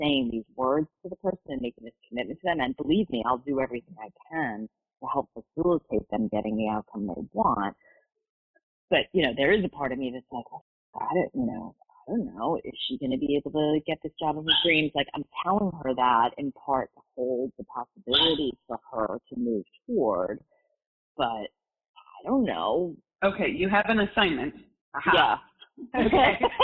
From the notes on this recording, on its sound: All of these coaching calls have been recorded with permission from my clients. Please be aware that these are not studio recordings, and the sound quality may vary.